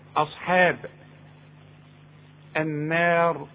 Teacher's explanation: رقق الهمزة ورقق الحاء